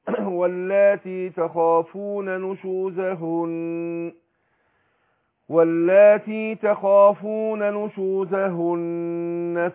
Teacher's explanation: مع كون ان ايه النون مشدده تاخد لغنة ايه حركتين سواء وقفت عليها او وصلتها بما بعدها